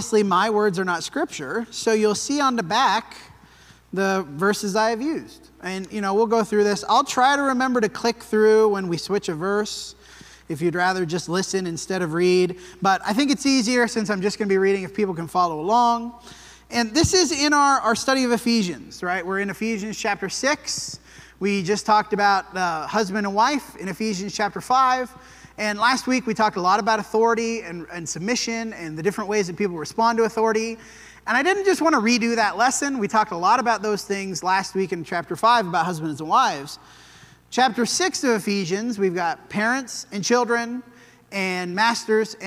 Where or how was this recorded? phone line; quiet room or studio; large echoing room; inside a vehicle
large echoing room